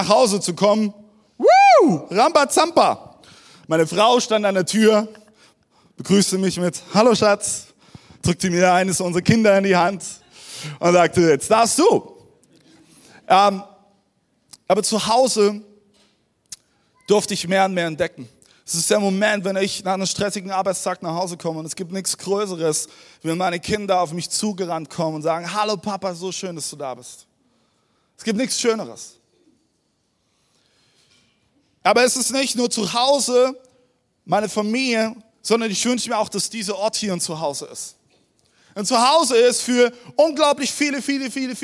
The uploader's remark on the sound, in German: Audiomitschnitt der Predigt vom 12.